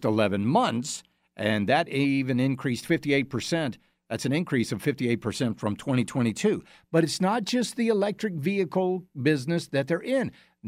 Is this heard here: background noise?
no